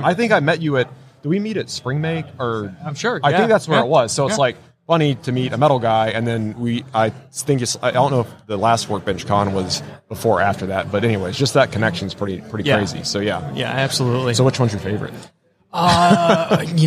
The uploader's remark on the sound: LIVE from WORKBENCHcon 2022